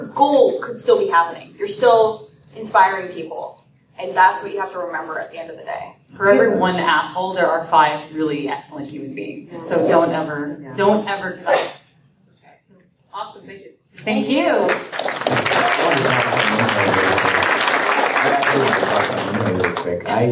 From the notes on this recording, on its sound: The F-Word panel at PAX Prime 2014.